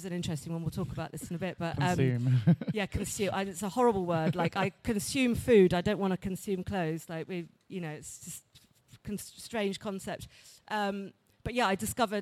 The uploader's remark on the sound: This talk was recorded at Summer Funday Sunday at by CHLOE. In the O2, Greenwich, London.